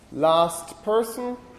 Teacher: The T sort of gets elided. · Term: word final dentals